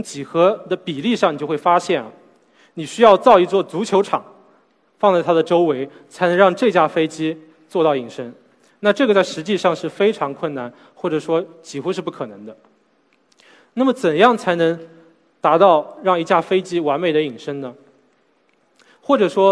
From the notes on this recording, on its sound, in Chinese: SELF格致论道讲坛。在 SELF 讲坛的舞台上。